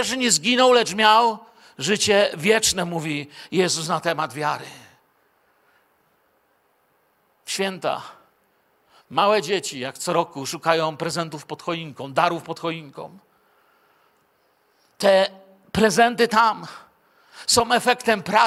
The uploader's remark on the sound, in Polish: Wykład nagrano podczas niedzielnego nabożeństwa w Kościele „Filadelfia” Bielsko Biała.